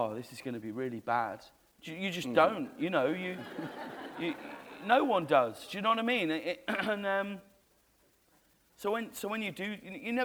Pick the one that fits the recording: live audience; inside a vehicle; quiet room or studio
live audience